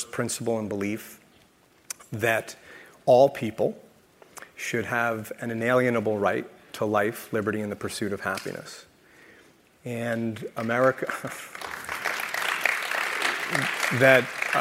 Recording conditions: live audience